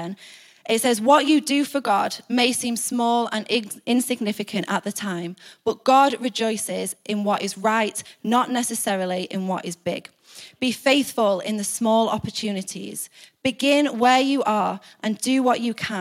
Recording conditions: live audience